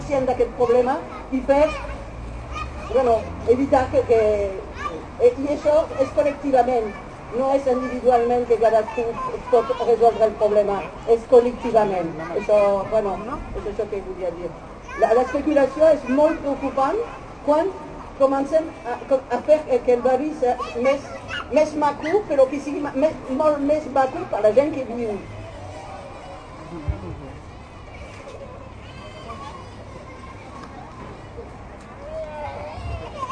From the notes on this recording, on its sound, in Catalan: Xerrada al Mercat de Pagès del dissabte 5/12/2020